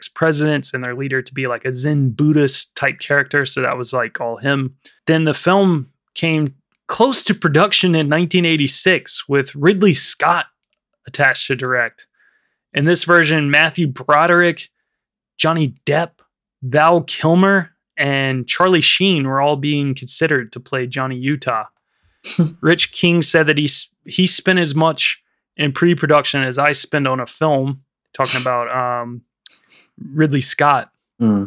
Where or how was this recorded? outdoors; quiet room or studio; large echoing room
quiet room or studio